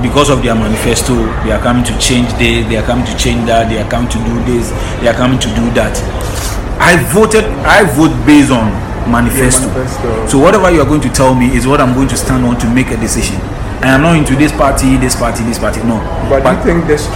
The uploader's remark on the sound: OUTDOOR RECORDING